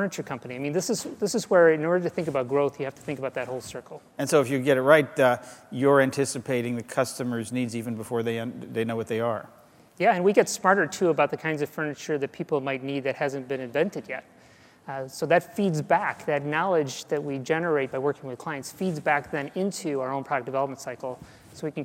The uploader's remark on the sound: GreenBiz 16. This week's GreenBiz 350 podcast comes live from the Phoenix site of our annual gathering of sustainability chiefs from some of the world's biggest companies.